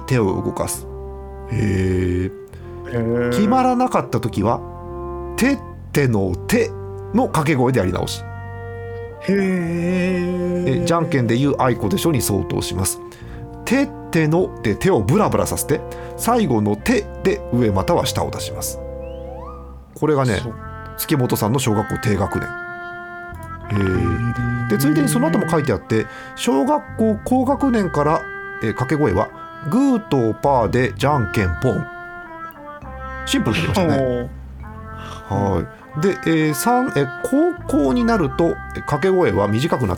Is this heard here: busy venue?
no